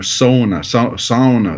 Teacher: it's an elongated vowel on the front end